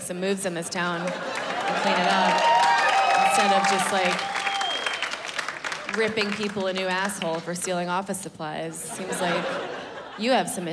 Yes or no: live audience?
yes